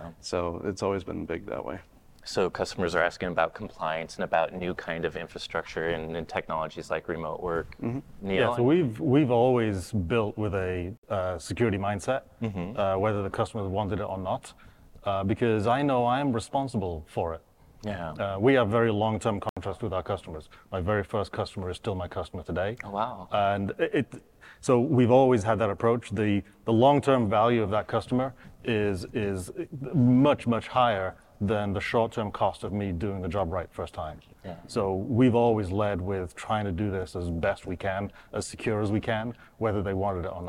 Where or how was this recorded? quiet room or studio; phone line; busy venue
busy venue